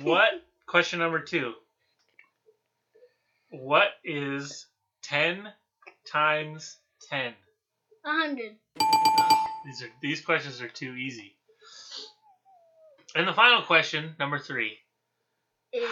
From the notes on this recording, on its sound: While recording our first several episodes we were still figuring things out like recording, which mic to use, and editing so please bear with the sound quality.